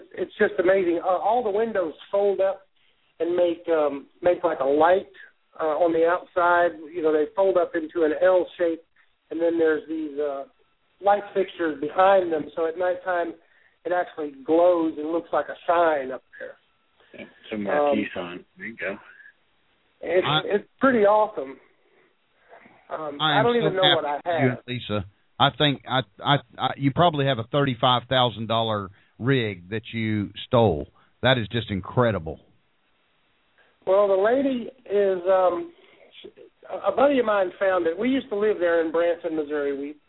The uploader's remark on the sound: Street Vendor Call in show. Call in during the live Hot Dog Vendor Radio show with your questions or comments.